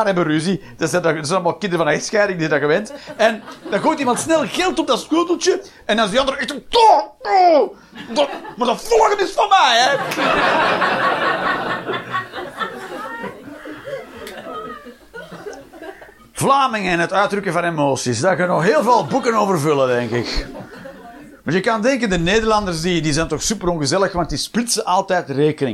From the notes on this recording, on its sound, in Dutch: Live 17 Mei 2023, The Joker, Antwerpen